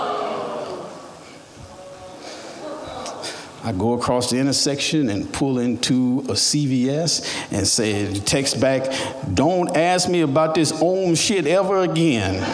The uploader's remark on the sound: Recorded at The Alberta Rose Theatre in Portland, OR on August 8, 2015.